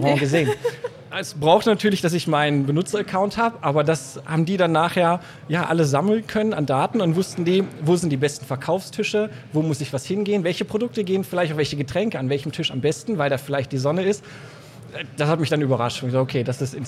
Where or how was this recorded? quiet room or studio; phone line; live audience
live audience